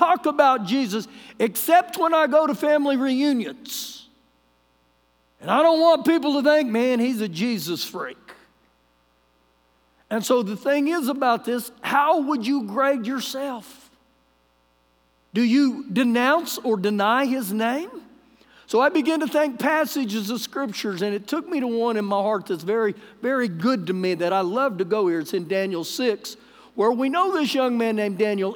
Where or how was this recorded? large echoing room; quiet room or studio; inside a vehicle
large echoing room